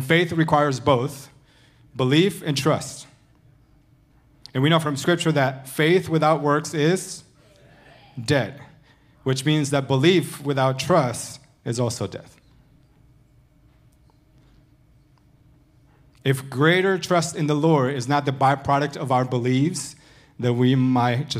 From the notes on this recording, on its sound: Recorded Sunday evening service at Reunion Hawaii